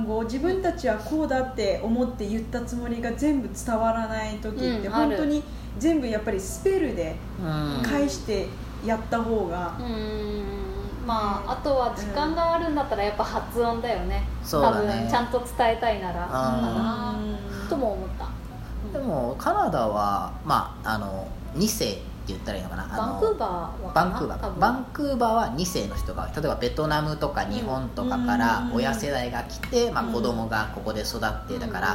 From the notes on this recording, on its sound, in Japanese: 録音場所は、とあるホテルのキッチンのため、たまにキッチンを利用している音がします